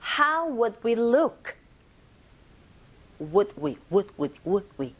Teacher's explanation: 역시나 would라는 조동사는 말 그대로 동사를 도와주는 역할하는 조동사인지라 내용을 전달할 게 없어요. 네, 해석은 있지만 내용을 전달하는 information 없습니다. 그냥 문법적인 역할만 하죠. 그래서 소리가 짧고 약해요. 보통 would 하시면 안 되고 would, would 이 정도로 짧게 하시면 됩니다. · Term: 기능어